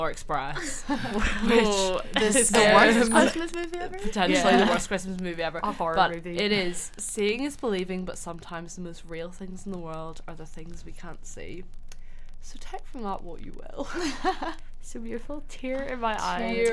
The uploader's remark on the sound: Please enjoy the sound of the festive "crackling fire" in the background of this podcast (I literally don't know what happened with the mics).